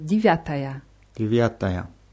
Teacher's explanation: bei Divyataya haben wir die Betonung auf Ja in der Mitte, deswegen wird Je am Anfang ja so ein bisschen wie I ausgesprochen. Nicht so ganz deutlich wie I, aber auch nicht wie Je.